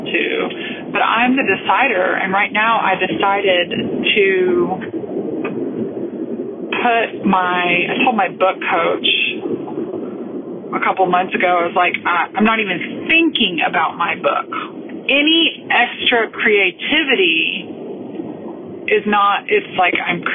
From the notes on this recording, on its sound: I’m driving home through my hometown of Austin, Texas.